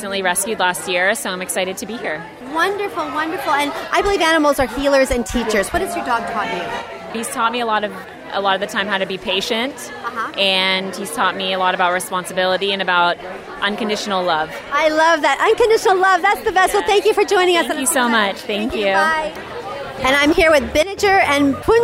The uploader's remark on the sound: We Are Live on the Green Carpet! Live on the Green Carpet for the CW Television Network Special presenting the inaugural "World Dog Awards!".